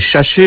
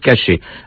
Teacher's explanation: Le « cher » de « chercher » est en fait une ancienne faute de prononciation, comme si on disait « chacher » au lieu de « cacher », en assimilant la première syllabe à la seconde · Shown in: first take